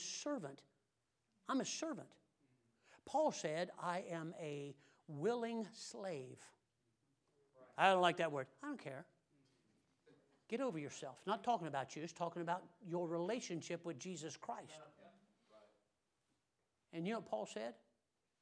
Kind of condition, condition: setting, large echoing room